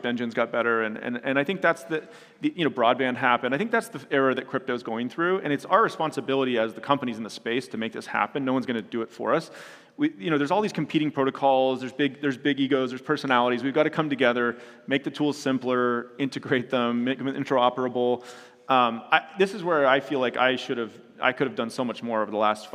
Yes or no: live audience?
yes